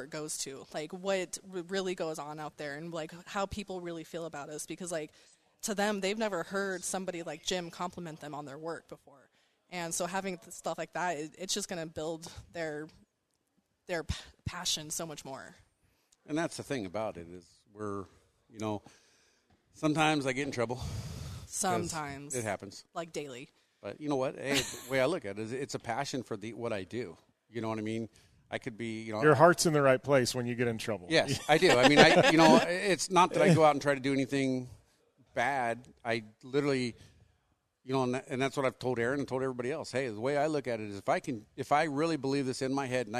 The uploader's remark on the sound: In this episode we are coming live from Rigid Industries talking with staff during "Employee Appreciation Day".